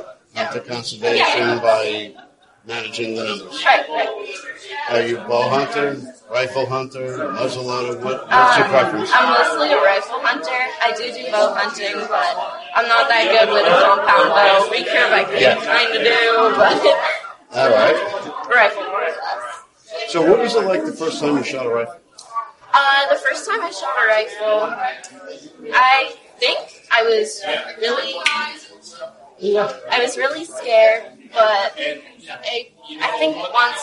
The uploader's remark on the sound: Sorry about the audio